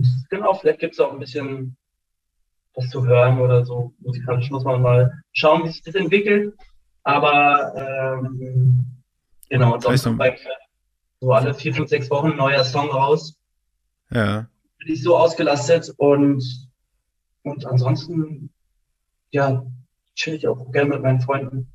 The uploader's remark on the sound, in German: via Zoom gesprochen